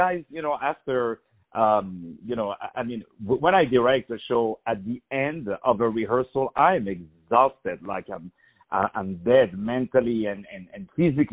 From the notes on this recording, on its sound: On the phone